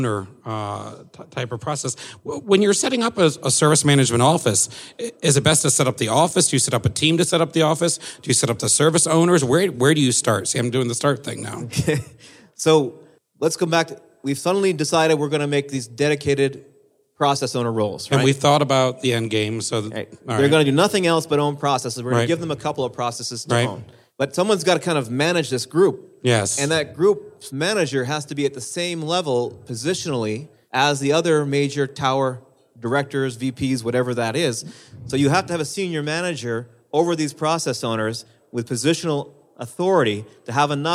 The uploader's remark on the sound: Live From Pink12.